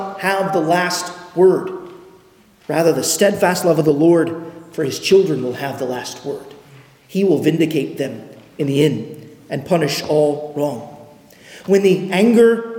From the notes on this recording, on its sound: at Arlington Baptist Church in Arlington, Virginia